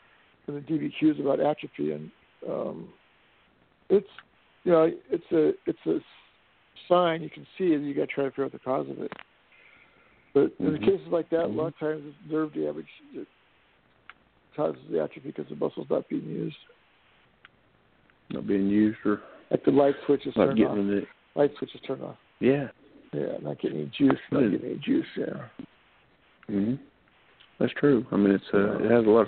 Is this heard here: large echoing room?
no